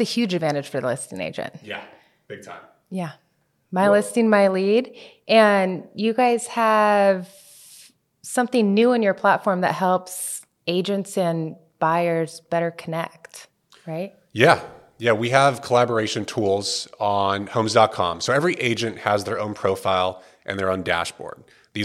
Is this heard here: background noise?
no